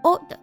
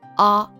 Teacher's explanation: 在英式发音当中，发短音 odd，那么在美式发音当中，通常会发 a 这样的音